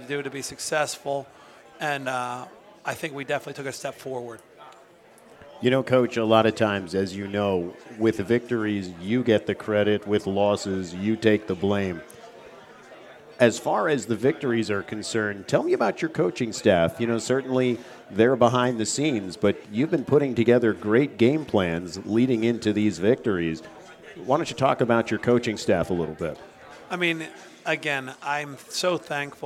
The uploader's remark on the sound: The Exeter Football Roundup LIVE from The New Bertie's Inn